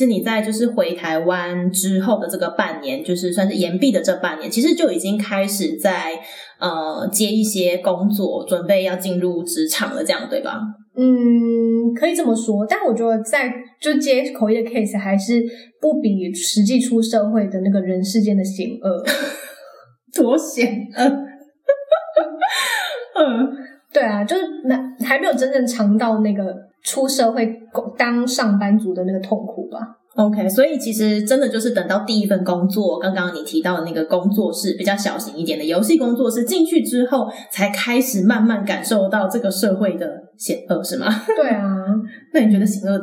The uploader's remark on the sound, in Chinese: 本集節目的收音狀況不佳，請大家多多見諒